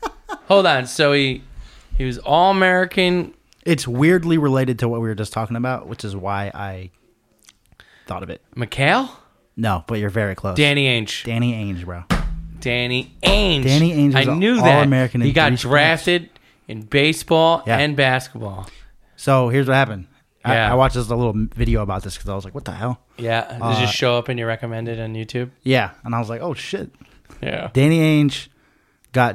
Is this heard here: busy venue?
no